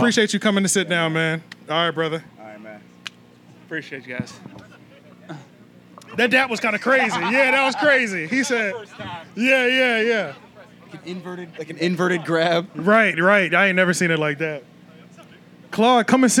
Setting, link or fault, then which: setting, busy venue